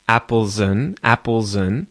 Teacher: We're also linking that Z sound at the end of apples to the start of un